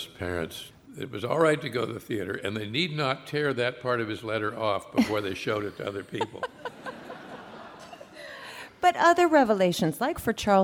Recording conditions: live audience